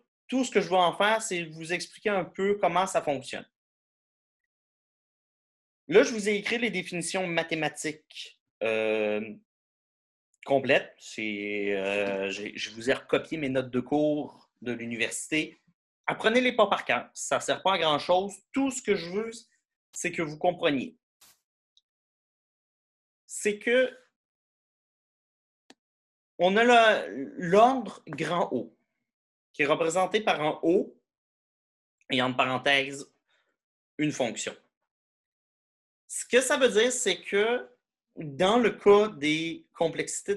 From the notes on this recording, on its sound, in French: Cours en ligne sur Zoom.